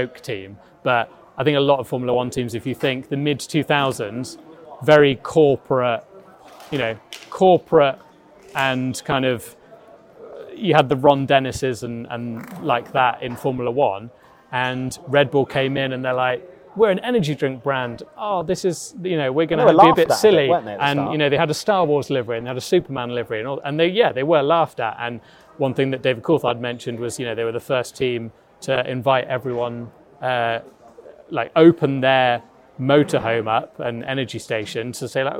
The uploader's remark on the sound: We're coming to you live from Red Bull's launch